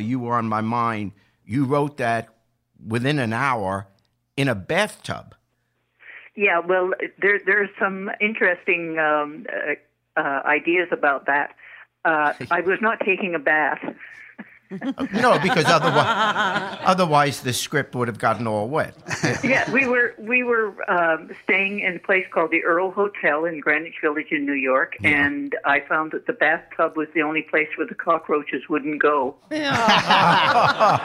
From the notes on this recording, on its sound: we have a live phone interview